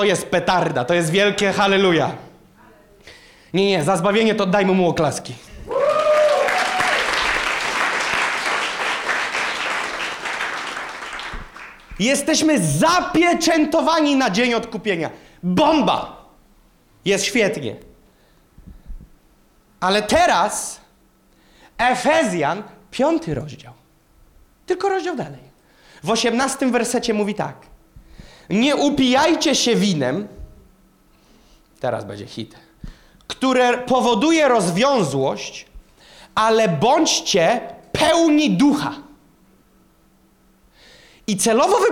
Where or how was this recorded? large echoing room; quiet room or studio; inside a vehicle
large echoing room